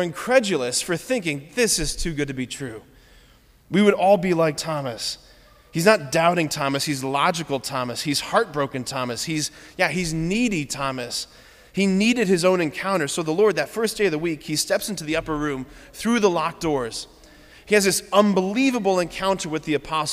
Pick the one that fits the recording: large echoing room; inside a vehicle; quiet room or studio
large echoing room